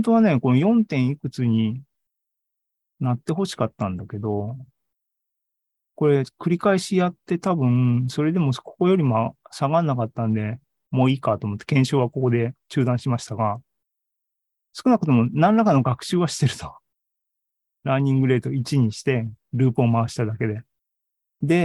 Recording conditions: video call